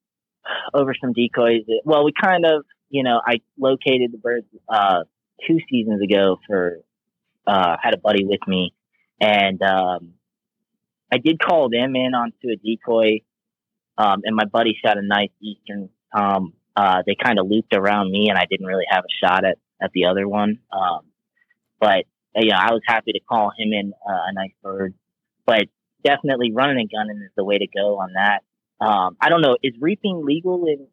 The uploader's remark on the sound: Calls in from Omen Outdoors, an outdoor lifestyle brand making clothing for true blue hunters and anglers.